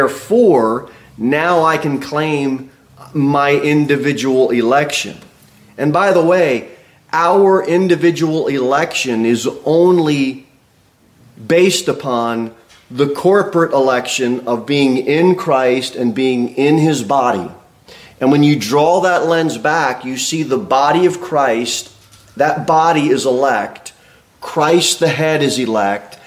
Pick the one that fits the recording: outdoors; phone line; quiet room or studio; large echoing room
large echoing room